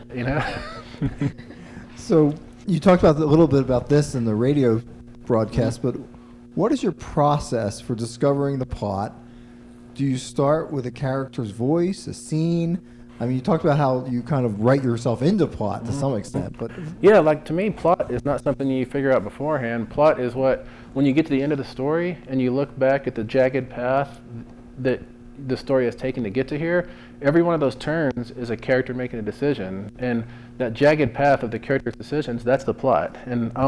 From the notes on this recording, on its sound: answers questions from the audience at the live taping at the Boulder Bookstore